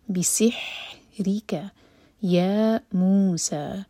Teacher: سین پر سیٹی والی آواز ہونی چاہیے اور ہا حلق سے